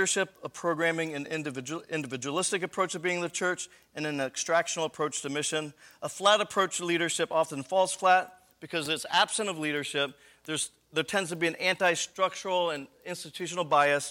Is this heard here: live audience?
yes